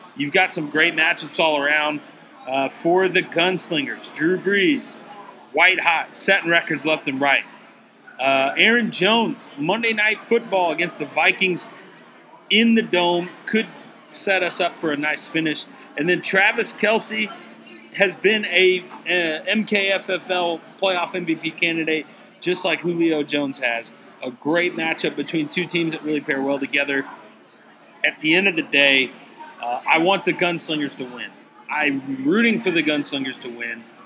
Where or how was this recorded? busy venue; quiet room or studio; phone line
busy venue